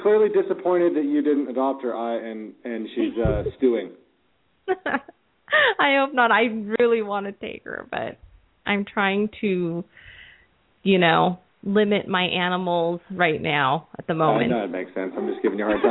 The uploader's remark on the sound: open up the lines for listeners to call